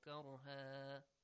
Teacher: When you stop on any word having tanwin fatha, like taw'an, karhan, the tanwin fatha changes to alif mad.